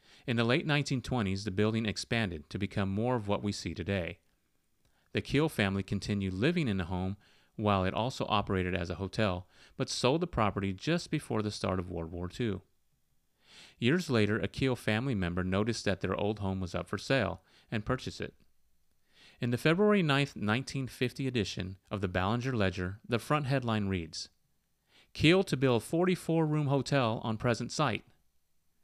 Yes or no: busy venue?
no